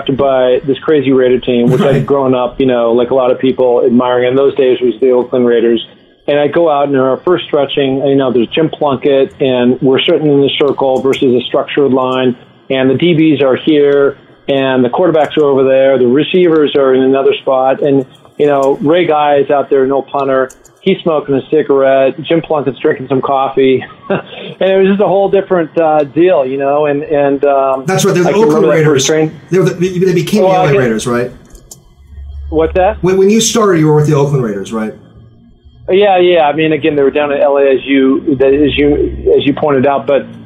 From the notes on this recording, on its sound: on the phone